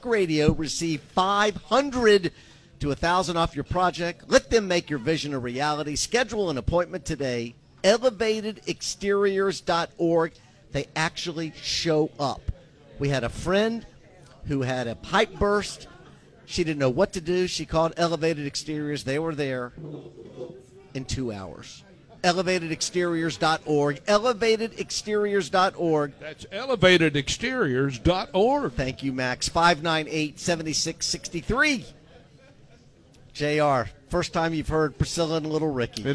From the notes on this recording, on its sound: the live remote broadcast at Wimpie's